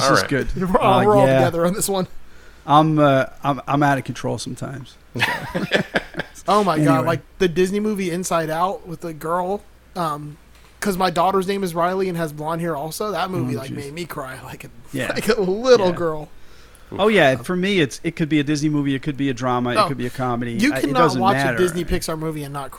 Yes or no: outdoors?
no